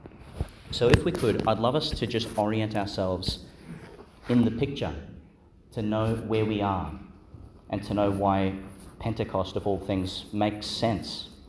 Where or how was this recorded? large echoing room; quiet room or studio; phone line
large echoing room